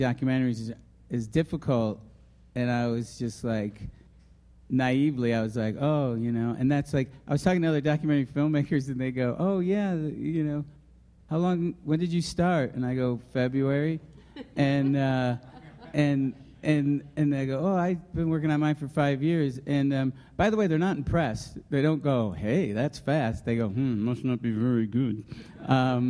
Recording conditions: live audience